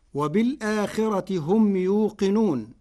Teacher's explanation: قرأ ورش كلمة وبالآخرة بنقل حركة الهمزة إلى الساكن قبلها وحذفها، وتوسط البدل مع ترقيق الراء فتصير وبالآخرة.